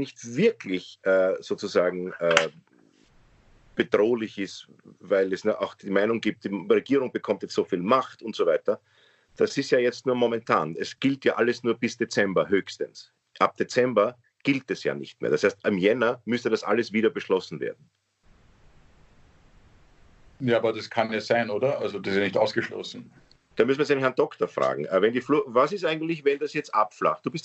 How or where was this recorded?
video call